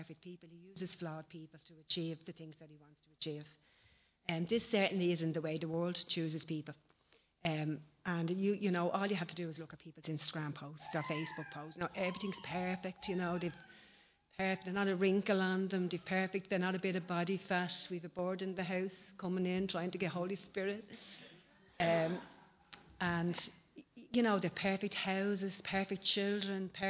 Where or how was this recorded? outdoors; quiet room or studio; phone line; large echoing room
large echoing room